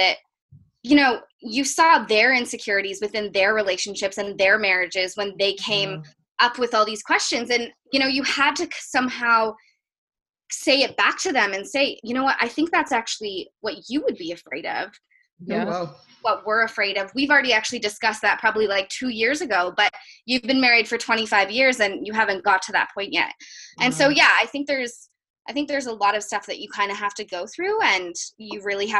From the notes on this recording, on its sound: Like many other podcasts, we’ve had to change our format due to the continued physical distancing procedures that are in place to combat COVID-19. This week, our co-hosts and producer meet once again, but over a Zoom video call, to check-in and chat with our amazing guests!